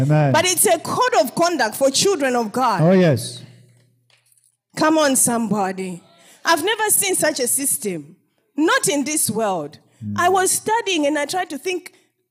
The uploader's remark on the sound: This episode was extracted from our Live Church Service on 30_05_2021